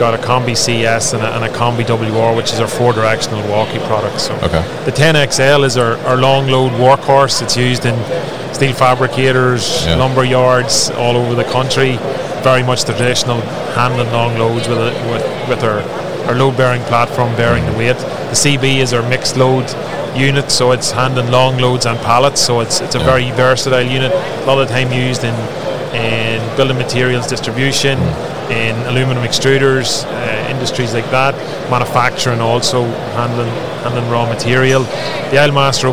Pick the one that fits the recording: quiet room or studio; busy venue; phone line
busy venue